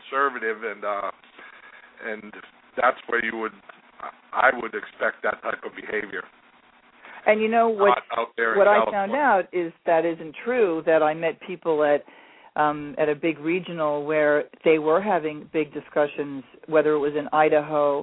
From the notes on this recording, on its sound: called in!